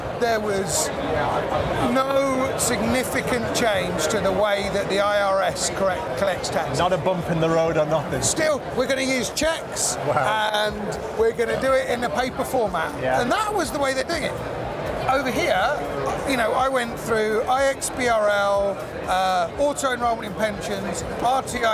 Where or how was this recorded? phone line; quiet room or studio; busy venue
busy venue